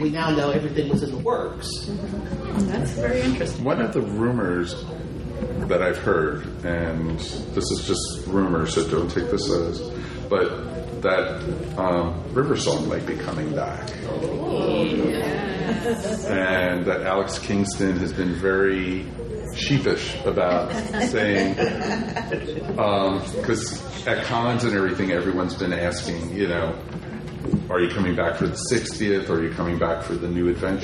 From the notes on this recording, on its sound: Recorded live in front of a live audience at Con Kasterborous. Thanks to all who came to the panel.